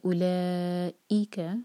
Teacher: ای پر تھوڑا سا زور زیادہ دیں گے